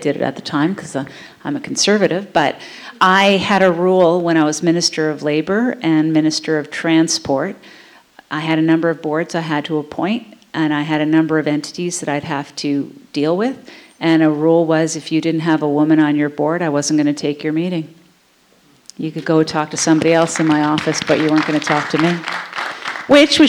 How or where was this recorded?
live audience